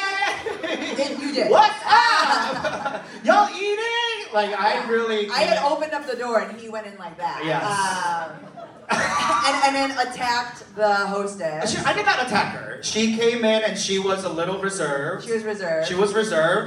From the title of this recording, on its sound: City Winery Pittsburgh Live